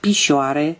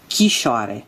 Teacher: consoanele p, b, f, v și m, urmate de i, se pronunță chi · Shown in: second take · respectiv ghi, hi, ghi, ni.